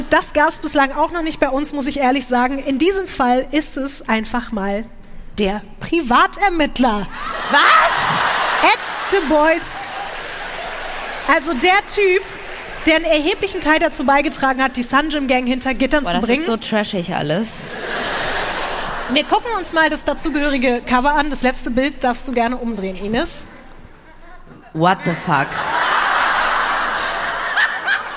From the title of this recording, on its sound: LIVE in Düsseldorf